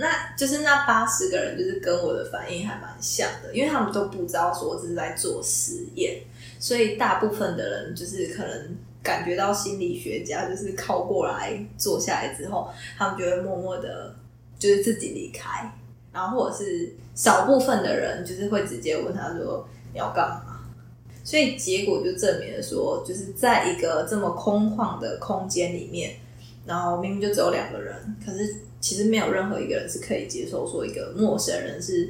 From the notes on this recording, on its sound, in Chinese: 抱歉這集麥克風收音不太好。正努力的嘗試使用Audacity錄音以及後製。